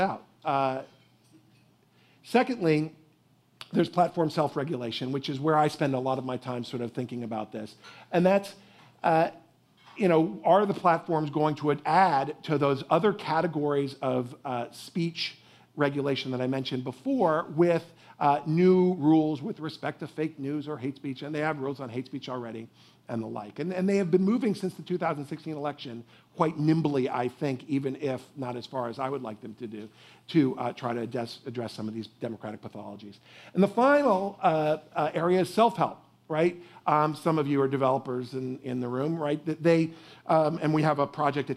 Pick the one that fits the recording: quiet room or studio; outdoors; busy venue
busy venue